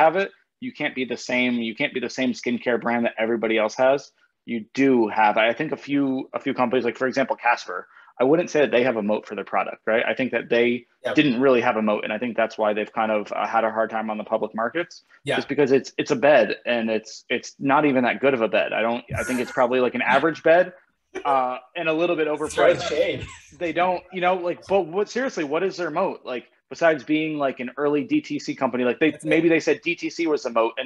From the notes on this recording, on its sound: zooms in for an interview with the guys